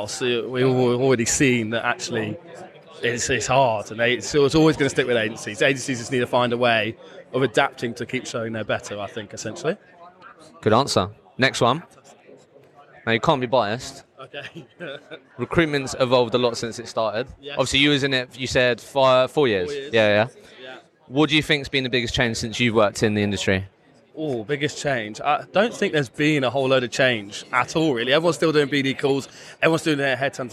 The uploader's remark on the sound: I recently attended the Recruitment Agency Expo in Birmingham, so I thought I would walk around with the microphone and record some podcast episodes on the future of Recruitment!